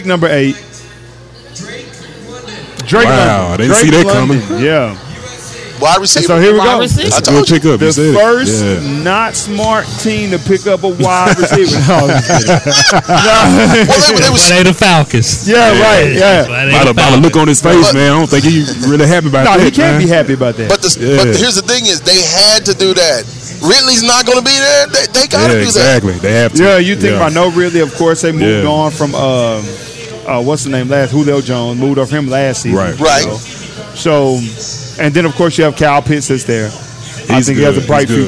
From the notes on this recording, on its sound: Live from TJ's Catfish & Wings in Arlington, TX.